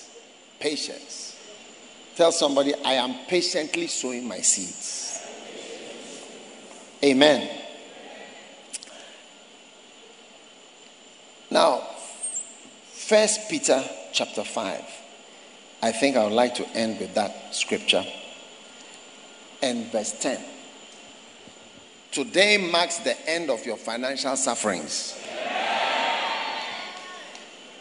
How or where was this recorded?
live audience